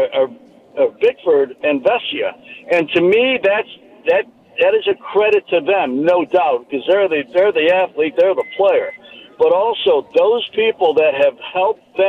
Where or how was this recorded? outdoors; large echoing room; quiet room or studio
outdoors